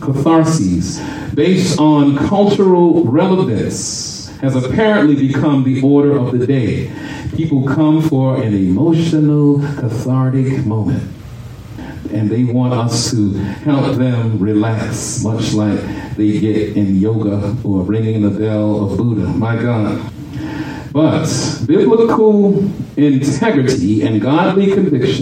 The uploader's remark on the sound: shared this message live at RACC on 5/28/23.